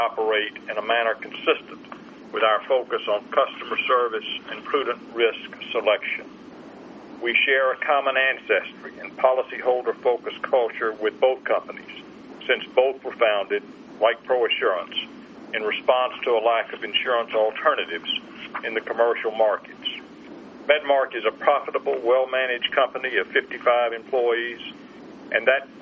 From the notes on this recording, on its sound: ProAssurance Conference Call